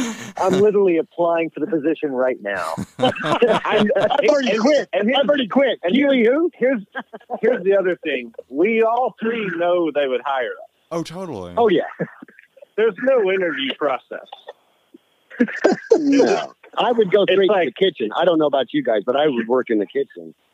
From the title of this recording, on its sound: On the phone